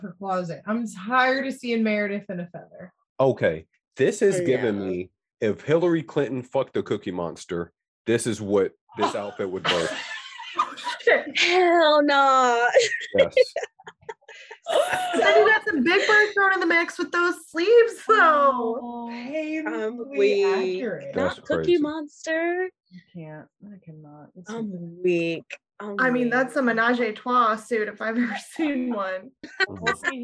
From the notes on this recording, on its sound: in the BMB Zoom Room